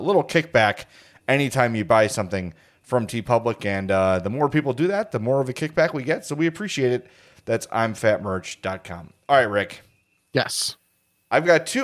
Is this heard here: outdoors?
no